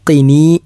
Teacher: ഖാഫ് അണ്ണാക്കിൽ സ്പർശിച്ചുകൊണ്ട് ഉച്ചരിക്കേണ്ട അക്ഷരമാണ് ഖി